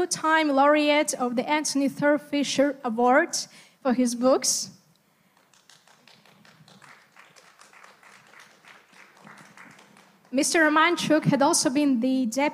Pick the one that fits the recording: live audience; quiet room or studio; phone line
live audience